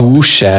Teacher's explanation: it's very much holding the U vowel a little longer, kind of double time · Term: elongated